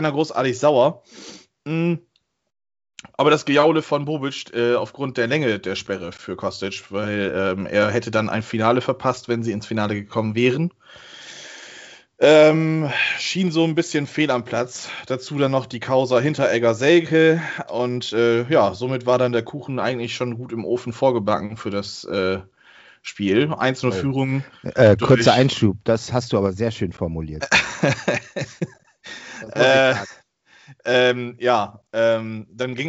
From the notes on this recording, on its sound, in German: Aufgezeichnet am 05.03.2021 via Skype.